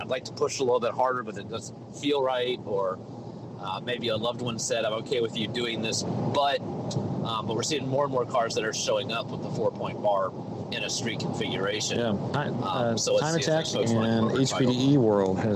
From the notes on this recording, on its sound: Talks about hillclimbs while driving. We've got bad phone connections but we keep trying.